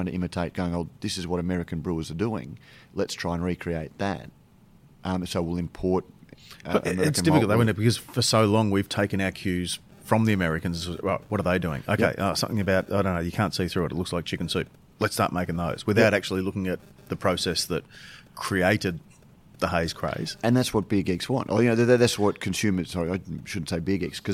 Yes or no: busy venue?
yes